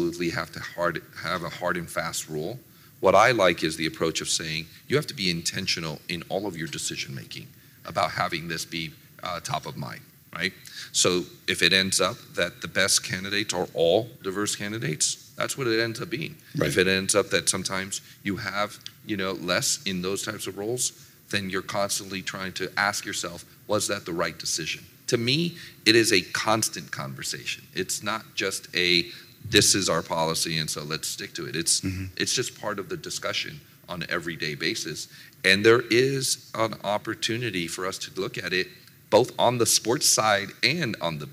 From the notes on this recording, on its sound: rubbed elbows with a mix of sports business professionals at the 2022 Hashtag Sports Conference in Las Vegas in July